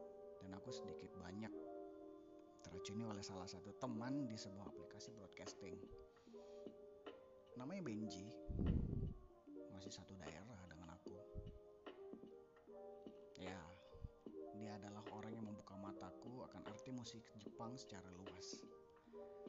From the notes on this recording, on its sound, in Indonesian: Maaf suaraku kurang maksimal